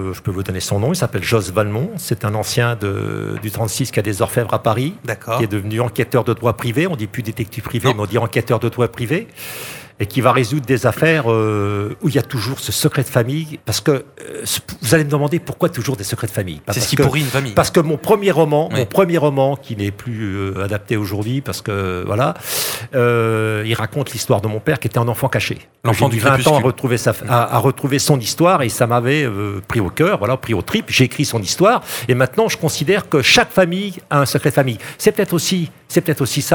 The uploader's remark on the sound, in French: Était sur les radios de la FRAMA en direct du salon du livre samedi 1er octobre 2022 à l’occasion de Faites Lire.